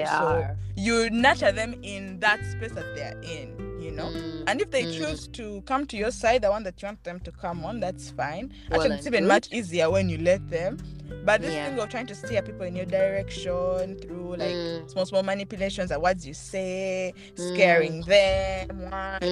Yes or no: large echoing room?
no